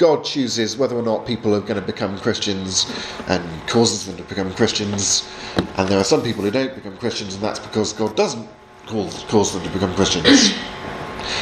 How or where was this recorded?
large echoing room